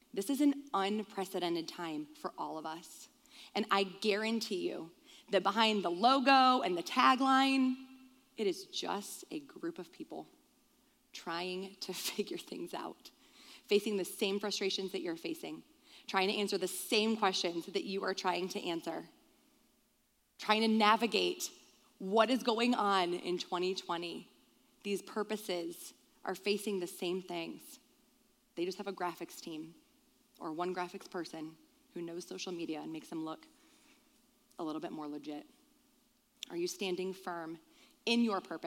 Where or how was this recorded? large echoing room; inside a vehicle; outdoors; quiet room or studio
large echoing room